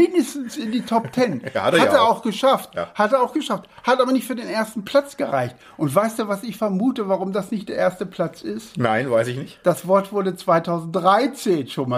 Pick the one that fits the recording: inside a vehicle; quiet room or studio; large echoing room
quiet room or studio